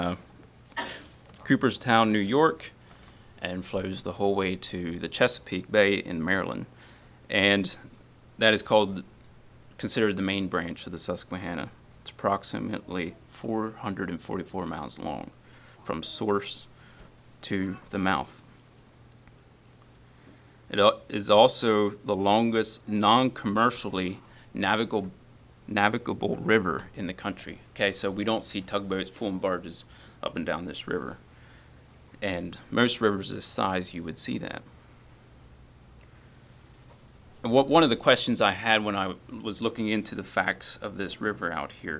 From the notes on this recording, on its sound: Message preached at Word of Hope on Sunday July 30, 2023